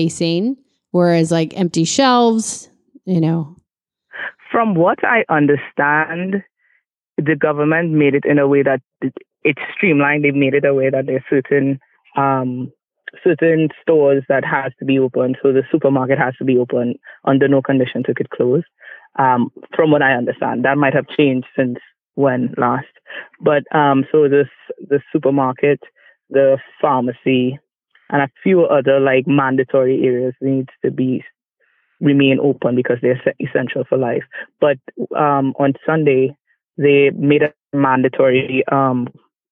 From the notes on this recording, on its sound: Talking with friends from the safe distance of our phones